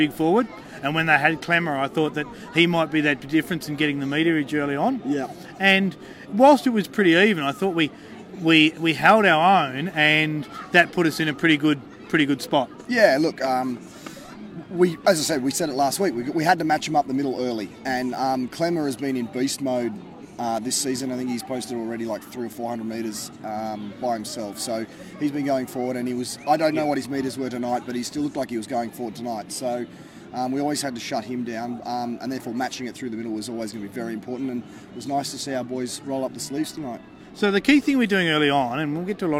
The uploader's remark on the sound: On location at Canberra Stadium. They survive a massive thunderstorm in the process!